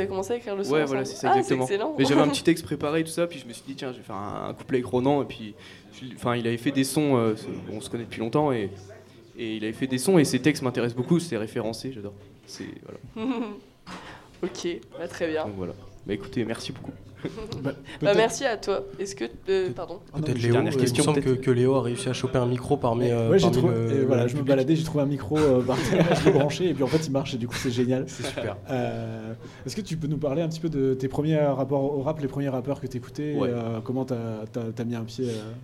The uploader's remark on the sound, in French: Soirée lancement de TTU au Diplo